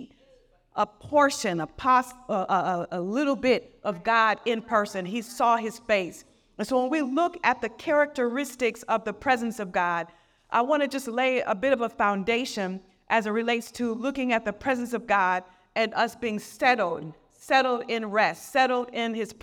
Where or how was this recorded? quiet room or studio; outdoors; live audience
live audience